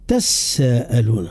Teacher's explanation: هنا زاد عندي من ملاحظة حاب نضيفها، هنا يقول علمانا المحققون يقول الإدغام الكبير موجود هو حتى في قراءة الإمام نافع، معناها دول الإمام نافع مثلا يقرأ تساءلون، إدغام التاء المتحركة اللي قبل السين هي أصل الكلمة تتساءلون، فأدغمت التاء في السين للتقارب، وإدغام هذا يتسمى إدغام كبير، صحيح.